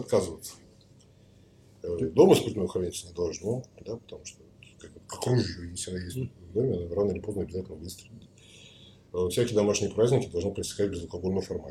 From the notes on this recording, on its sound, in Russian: Качество записи не идеальное, так как это рип с эфира в инстгараме, но вполне можно слушать.